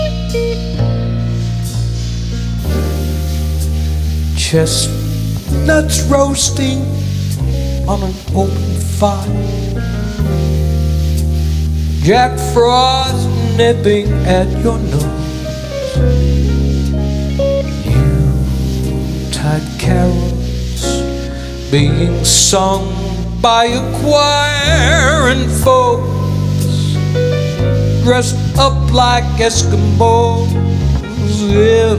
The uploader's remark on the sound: Live at the SouthPoint Casino